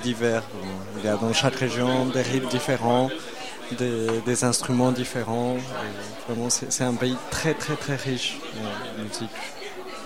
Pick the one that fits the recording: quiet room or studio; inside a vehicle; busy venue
busy venue